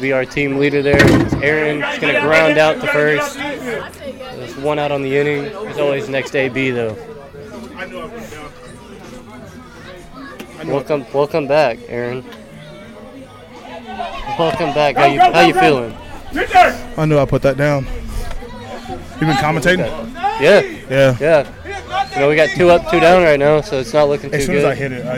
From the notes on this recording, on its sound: live from the dugout during the softball game